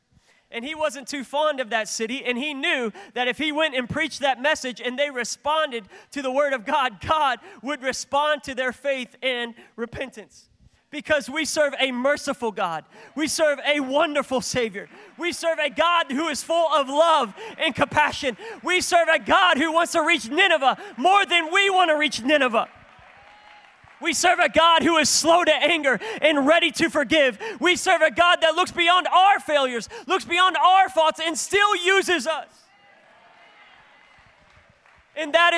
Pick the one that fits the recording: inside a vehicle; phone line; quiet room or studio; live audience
live audience